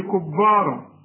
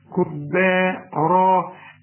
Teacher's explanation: الباء والمد بتاعهم مرققين · Shown in: second take